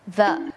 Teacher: จะเป็นเสียง voiceเนี่ยแปลว่าเส้นเสียงของเราเนี่ยมันจะสั่น